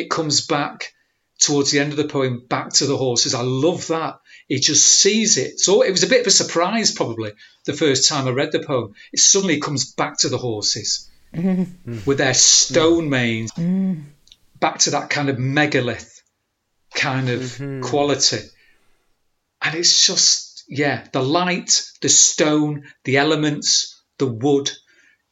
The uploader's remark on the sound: joined The Poetry Exchange online as part of Manchester Literature Festival 2020